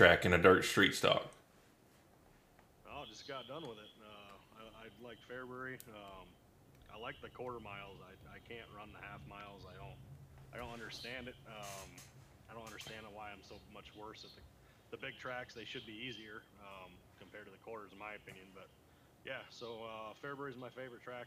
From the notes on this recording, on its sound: Editing has not been my friend i again dropped the ball on my end with the audio and have spent the last few days trying to salvage the episode and this is the best i got.